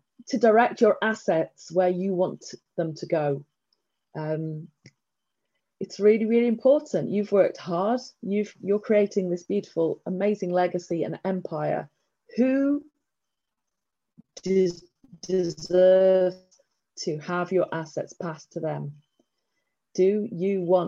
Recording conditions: video call